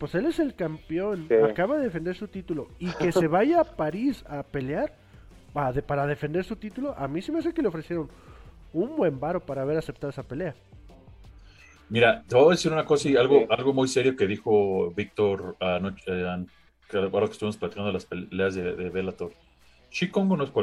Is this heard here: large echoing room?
no